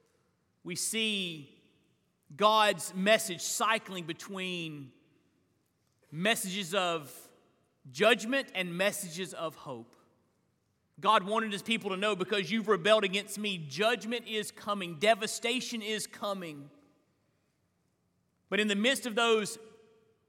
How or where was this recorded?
large echoing room